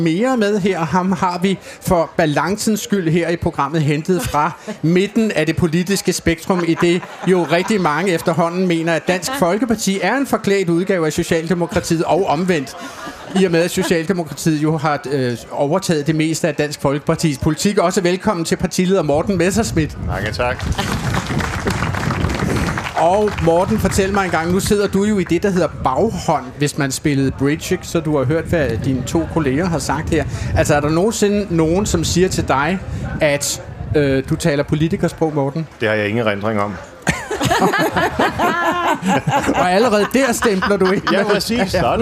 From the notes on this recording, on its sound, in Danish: Politikersprog på Solskinsøen. Vi endevender de politiske udmeldinger i selskab med udvalgte partiledere foran et live publikum under solskin og mågeskrig.